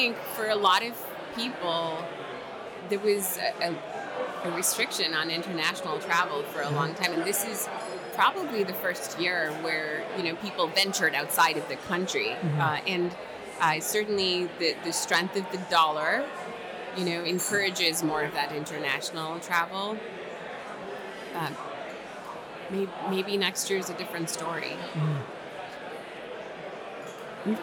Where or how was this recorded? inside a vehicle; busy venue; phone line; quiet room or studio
busy venue